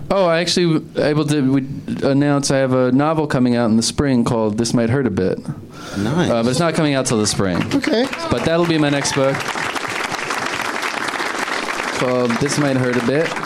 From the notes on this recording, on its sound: Live from the Improv in Washington D.